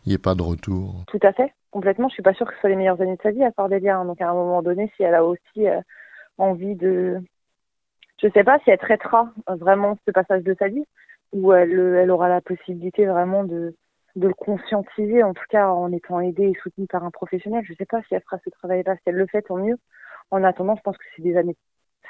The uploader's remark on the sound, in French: Joint par téléphone. Cet article provient de Radio AlterNantes FM.